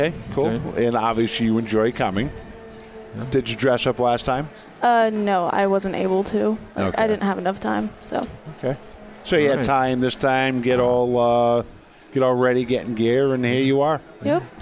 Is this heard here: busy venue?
yes